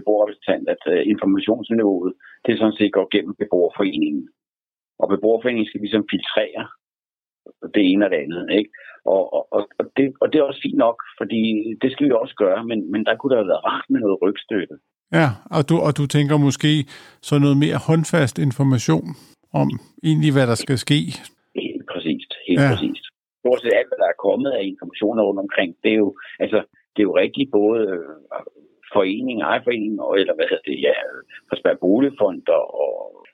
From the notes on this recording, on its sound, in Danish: et telefoninterview